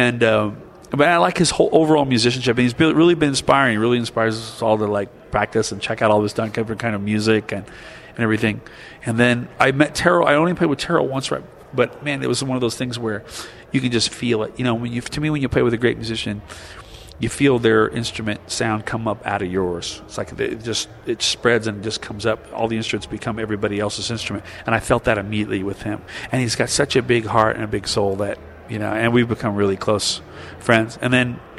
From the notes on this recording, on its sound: between his sets at the 2007 Rochester International Jazz Festival